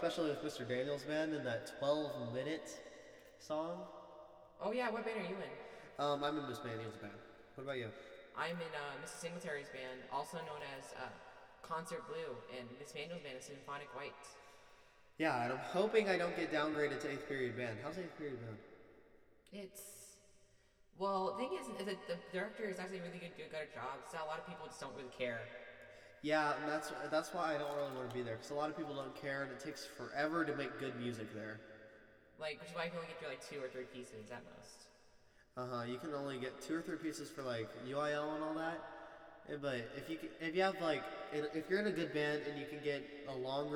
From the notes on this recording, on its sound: Sorry for the terrible echo, it was definitely unintentional.